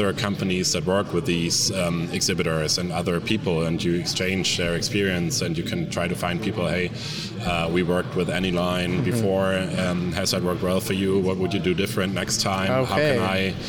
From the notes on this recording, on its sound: Recorded live from the show floor at AutoSummit 2023. At AutoSummit Hamburg!